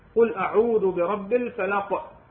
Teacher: باعتبار هنا حرف القاف من حروف الاستعلاء فتكون القلقله مفخمه